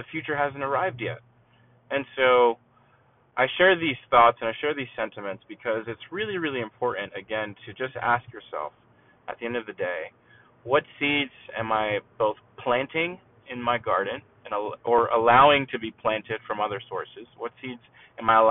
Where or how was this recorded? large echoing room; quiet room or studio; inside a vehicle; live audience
inside a vehicle